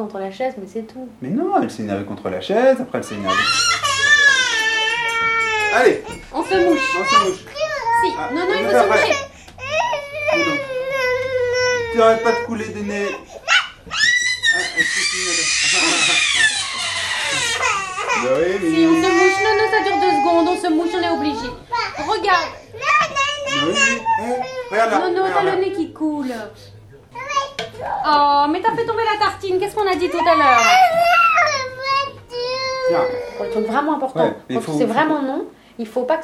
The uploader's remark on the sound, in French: Enregistre les sons de sa vie quotidienne avec son bébé. Elle tient sur ARTE Radio le journal de ses joies, de ses doutes, de cet amour en marche.